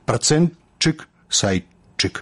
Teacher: па праўдзе гук «т» павінен зліцца з наступным «ш» у гук «ч». Але ж далей ідзе яшчэ адзін гук «ч», то як «працэнчык», «сайчык».